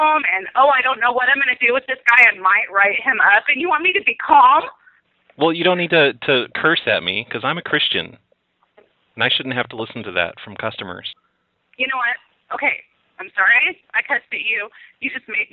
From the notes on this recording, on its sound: Prank Phone Calls